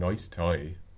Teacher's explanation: if rounding comes in, nice tie, that to me takes us to England, Australia, New Zealand